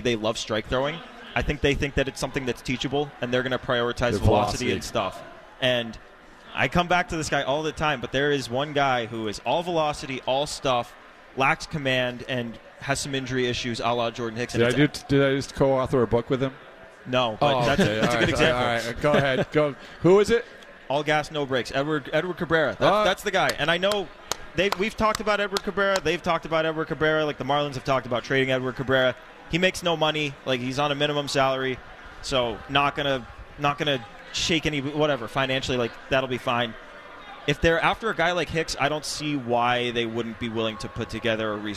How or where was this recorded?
busy venue